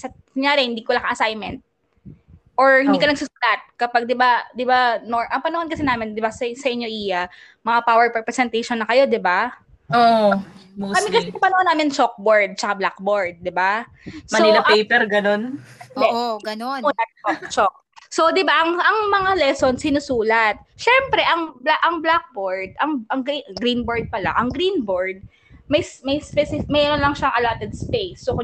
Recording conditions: drop-outs